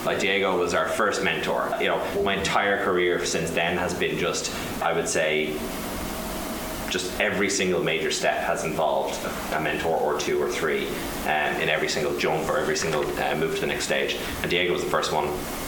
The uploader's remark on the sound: this was recorded on the 4th of March in front of a live audience, so beware of the subpar sound quality